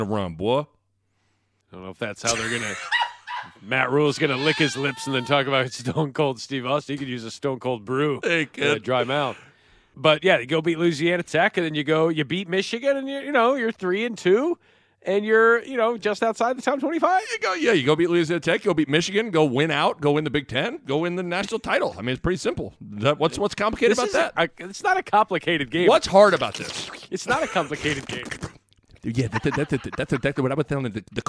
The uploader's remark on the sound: A phone call